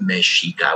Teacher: At that point in history, like in the 1600s, Mexica was pronounced Mexica with a soft A, soft sh. And then as time went by, it became the fricative Mexica that we know today.